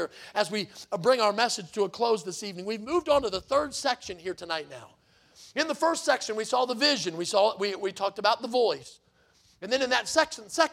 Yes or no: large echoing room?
yes